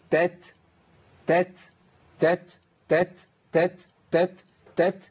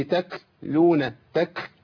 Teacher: أجيب التاء من طرف اللسان · Shown in: first take